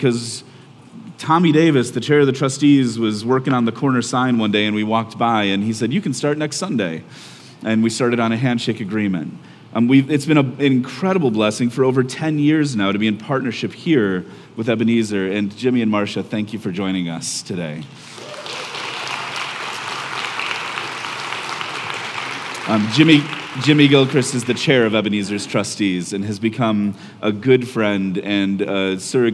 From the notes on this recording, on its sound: our band leads us all in singing